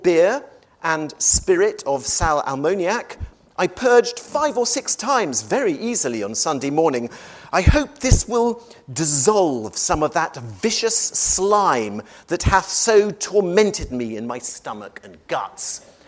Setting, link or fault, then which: setting, large echoing room